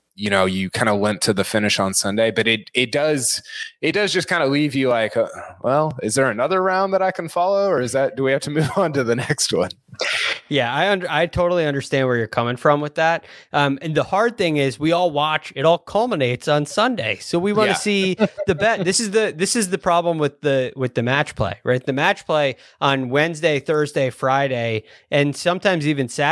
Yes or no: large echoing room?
no